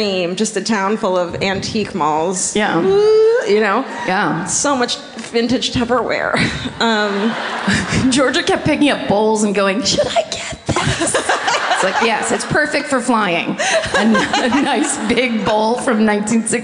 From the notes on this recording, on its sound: Live at the Hard Rock in Orlando.